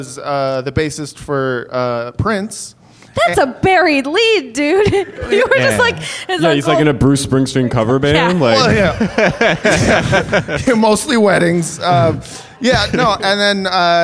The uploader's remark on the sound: LIVE at UCB Sunset. Their audience.